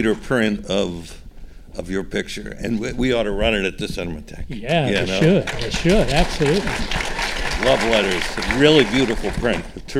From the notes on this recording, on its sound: a panel of filmmakers at the Santa Monica Aero Theatre for Beyond Fest 2023